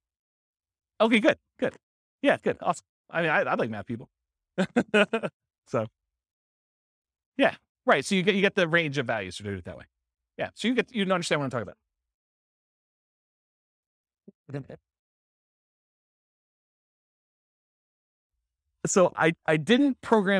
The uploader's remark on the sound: This was a live class recorded